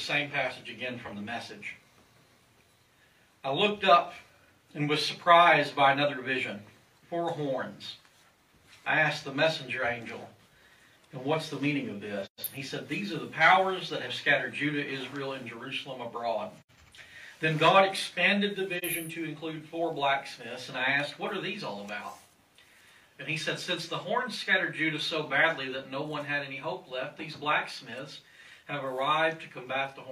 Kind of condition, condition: setting, large echoing room